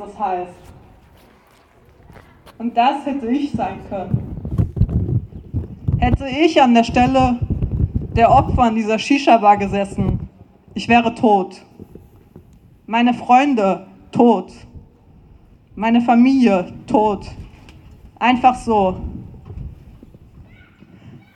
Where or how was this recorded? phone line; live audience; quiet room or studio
live audience